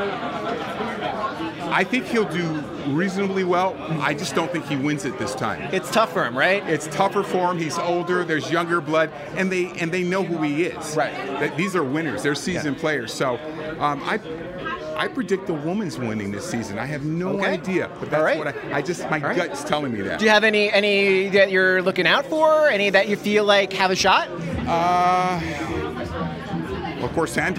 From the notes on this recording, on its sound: Interviews From the Survivor: Winners at War Premiere Red Carpet. Red carpet on premiere night to grab interviews with some of Survivor's biggest stars.